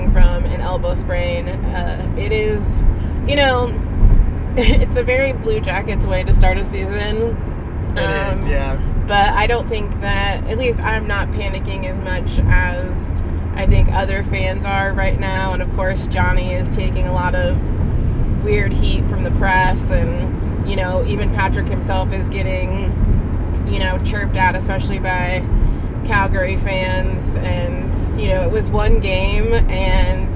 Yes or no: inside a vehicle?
yes